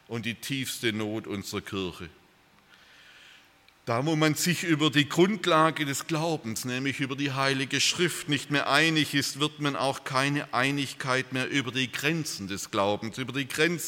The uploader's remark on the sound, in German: aus dem Gottesdienst der Liebenzeller Mission